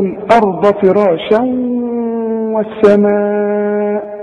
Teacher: الواو مفتوح لكن عند النطق كأنها مشددة · Term: إدغام